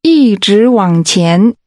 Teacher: The tones are high level, rising, falling rising, and rising.